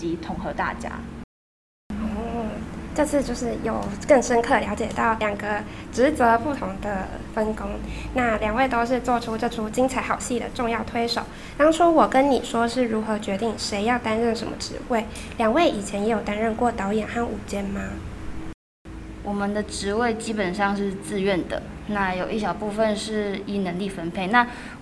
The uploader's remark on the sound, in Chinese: 由於場地問題，這次雜音比較明顯